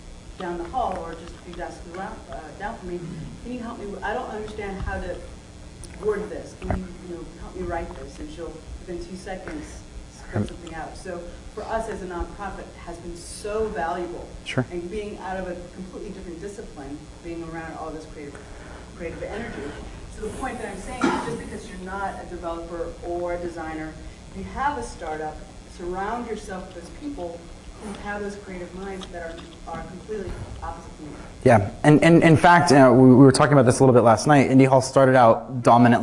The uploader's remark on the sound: Keynote from "Queen City Merge" conference (full recording, unedited). At the closing keynote from this 2012 conference for the creative community in Cincinnati, Ohio.